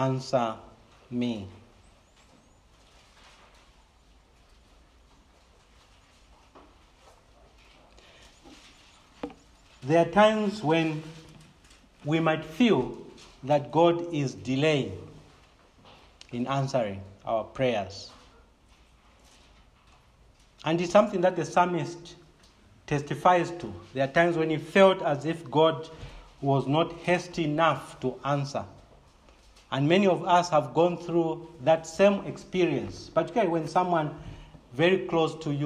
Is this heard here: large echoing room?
yes